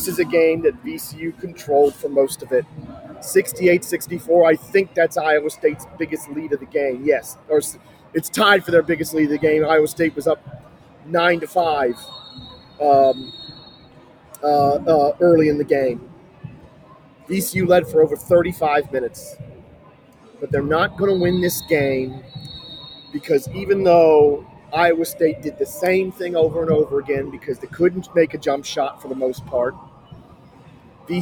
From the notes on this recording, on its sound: VCU loses their first round game in the ESPN Events Invitational. Recorded live from the arena after the game.